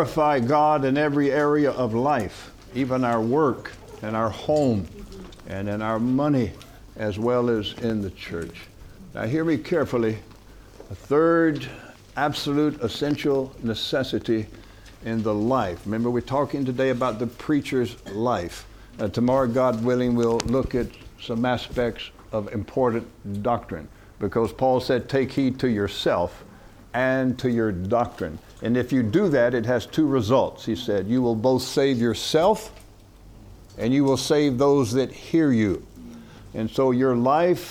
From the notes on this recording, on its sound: From the HeartCry Asia Conference 2023.